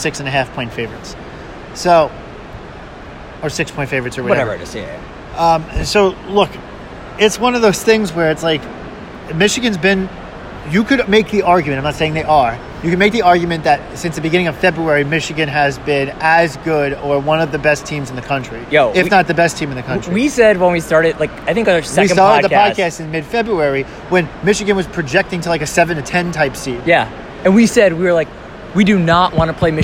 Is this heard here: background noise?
yes